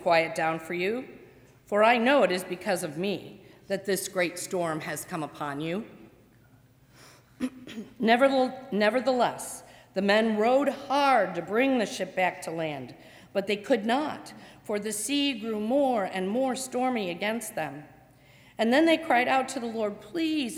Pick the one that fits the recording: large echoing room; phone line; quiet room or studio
large echoing room